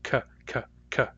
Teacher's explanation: To make the K sound, the tongue goes up to the soft palate. That's the soft part of the roof of your mouth.